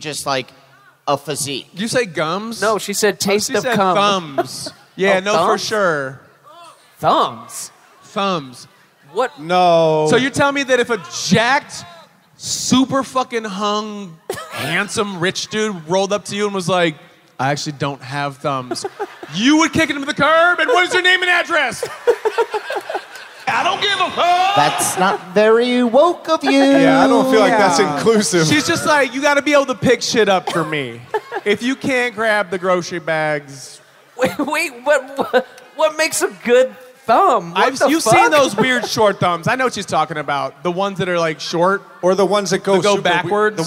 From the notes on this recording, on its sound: Live From Atlanta!